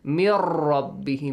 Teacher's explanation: Jaza'uhum maghfiratum min rabbihim, nun sakin plus ra, merge them and skip the nun